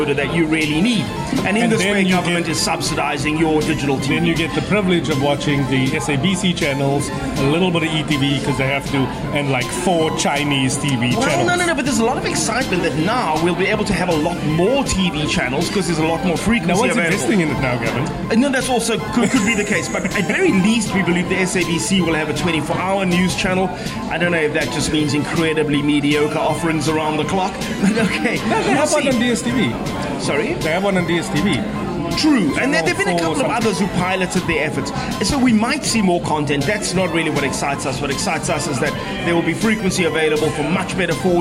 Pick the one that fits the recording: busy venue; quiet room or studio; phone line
busy venue